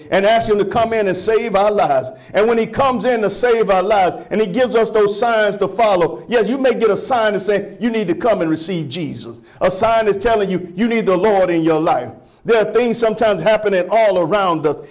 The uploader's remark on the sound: Sermon preached from Wesley AME Zion Church.